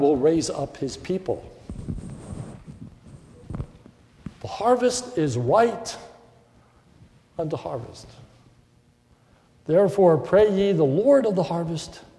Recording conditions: large echoing room